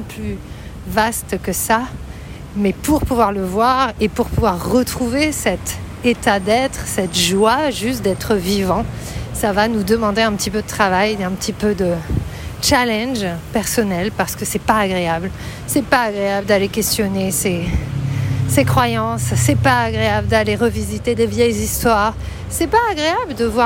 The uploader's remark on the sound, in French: Je marchais dans la rue quand tout à coup j'ai eu l'envie irrépressible d'enregistrer mes pensées, à l'arrache ! C'est un nouveau concept d'épisodes courts, enregistrés à la volée, avec les sons qui m'entourent, sur mon téléphone. Pas de grosse technique donc.